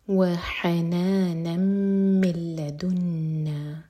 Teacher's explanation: وحنانا من لدنا، ح علق سے. نون کی تنوین کے بعد میم ادغام غنہ کے ساتھ